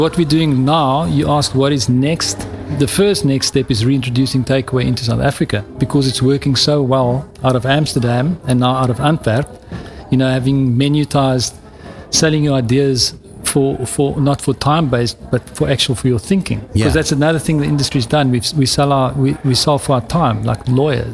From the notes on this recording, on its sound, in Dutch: Live vanuit Cannes. De uitzendingen vinden plaats vanuit de Embassy of Dutch Creativity, de handelsmissie van de Nederlandse creatieve industrie tijdens het 70ste Cannes Lions International Festival of Creativity.